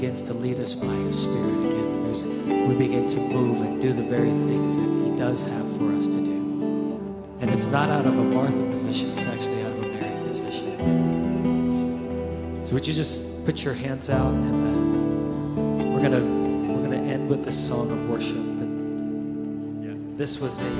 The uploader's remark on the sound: This message was preached in-between spontaneous worship moments.